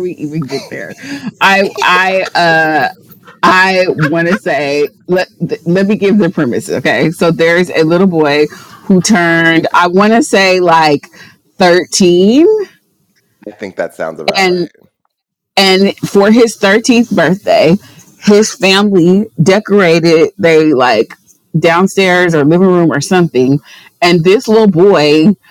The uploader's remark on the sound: We're having some sound equipment issues (I KNOW I'M SORRY)